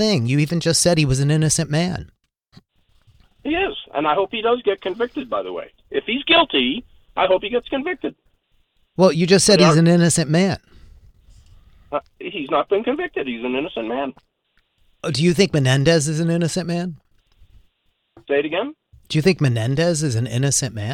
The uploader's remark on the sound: called into my SiriusXM program